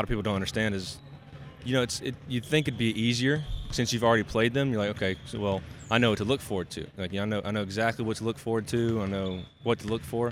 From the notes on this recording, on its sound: Live from The Union Pub and Grill in Huntington, WV.